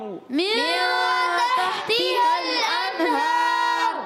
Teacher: من میں اخفا کا غنہ ہوگا